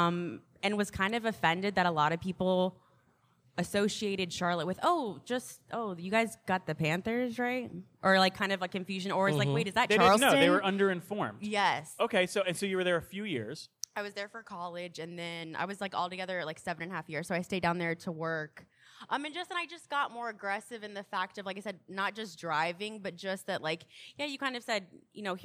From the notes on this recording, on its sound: Today the party takes us to Uptown coffee shop Coco and the Director. As part of a new series of live podcasts run by our friends and colleagues at Queen City Podcast Network.